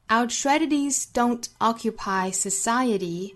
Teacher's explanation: Society 这个词美音之中没有 er 的发音